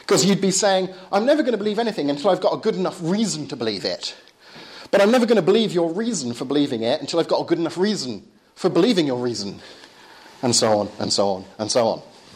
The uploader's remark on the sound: Lecture and Q&A at Bryanston School's Philosophy Society.